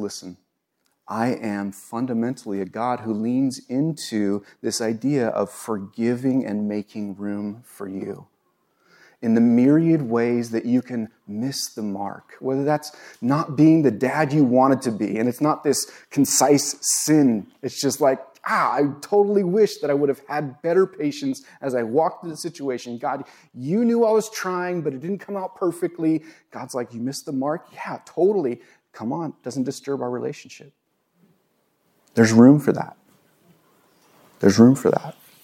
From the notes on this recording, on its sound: recorded on Jun 19, 2022 at Bethel church in Ridgefield, Wa